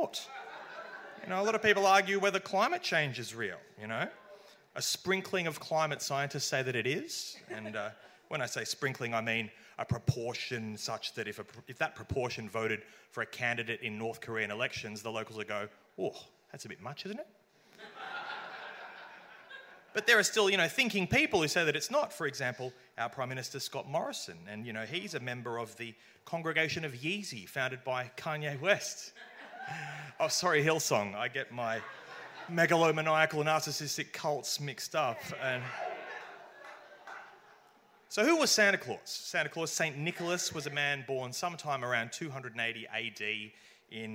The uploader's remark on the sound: Recorded at Howler, December 12th. Sci Fight Science Comedy Debate is a bi-monthly science and comedy debate held at Howler Bar, Brunswick in Melbourne.